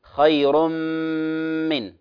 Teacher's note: نذكر النون المشددة في قوله تعالى خير من أصلها خير من، جاء تنوين وبعده مباشرة حرف الميم، فهنا عندنا إدغام بغنة